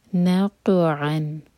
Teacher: نون light, قاف پر قلقلہ